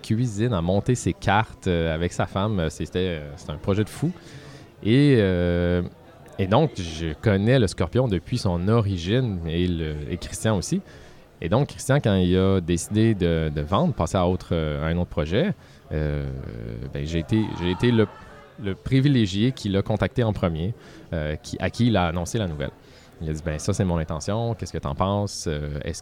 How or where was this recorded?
busy venue